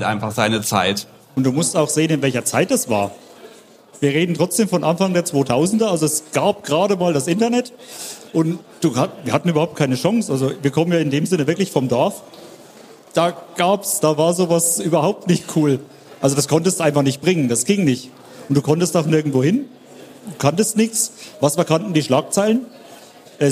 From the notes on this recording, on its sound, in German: Die erste Unvernunft vor Live-Publikum. Sind nach Hofheim gefahren, wenn dort fand die BoFeWo2023 statt. Ein Auto voll mit Audioequipment, ein paar Ideen und vor Ort tolle Menschen und eine kleine Bühne. Und schon gibt es die erste Unvernunft Live vor Publikum.